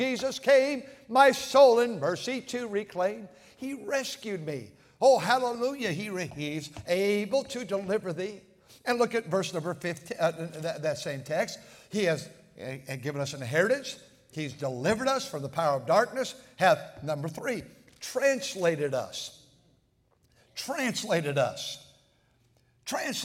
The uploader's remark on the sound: at North Valley Baptist Church in Santa Clara, California, during the Sunday Morning service